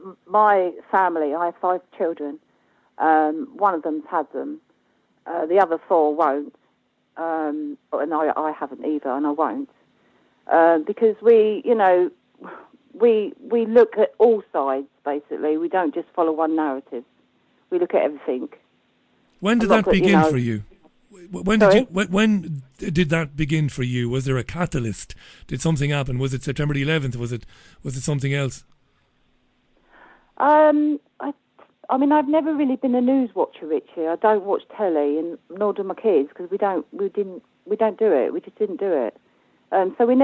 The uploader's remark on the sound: It's the Global Phone-In. Takes calls from the UK, Ireland and the US.